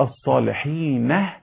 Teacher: حيقول يعقوب الصالحين، يعني بهاء السكت